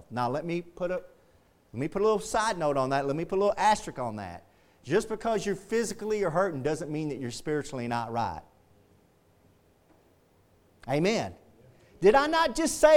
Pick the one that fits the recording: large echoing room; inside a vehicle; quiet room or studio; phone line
large echoing room